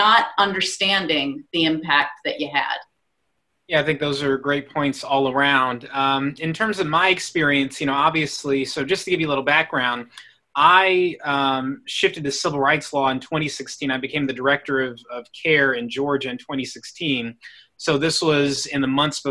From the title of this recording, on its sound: Virtual Live Show